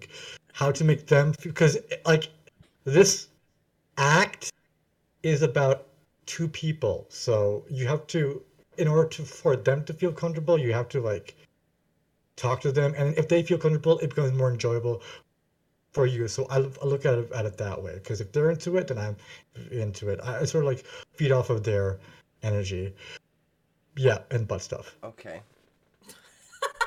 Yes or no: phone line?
no